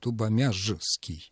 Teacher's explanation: Тубомяжский там произносится «ш», а пишется, естественно, буква «ж».